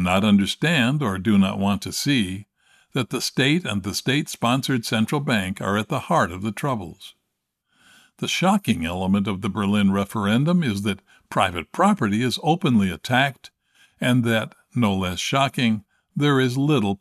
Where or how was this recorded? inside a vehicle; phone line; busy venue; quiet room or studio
quiet room or studio